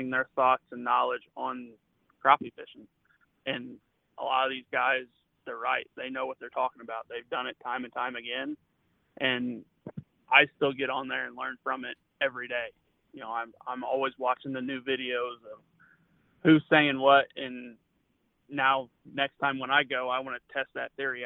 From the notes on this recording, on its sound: joins us via phone